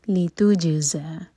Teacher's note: جیم پر قلقلہ اور زا buzzing sound کے ساتھ